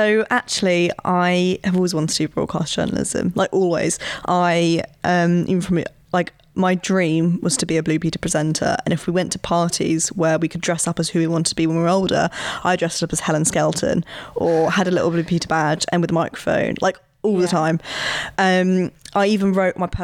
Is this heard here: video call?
no